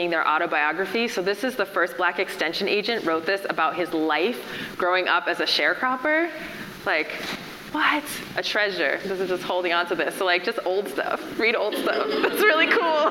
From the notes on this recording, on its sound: In our public conversation with farmer and activist. An audience Q&A follows.